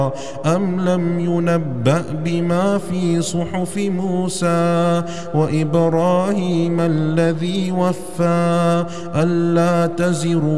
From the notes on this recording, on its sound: recorded at Green Lane Masjid, Birmingham, UK